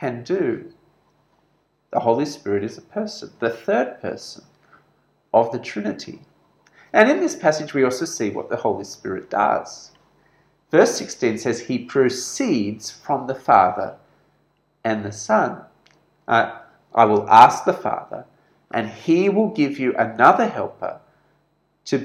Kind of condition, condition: setting, large echoing room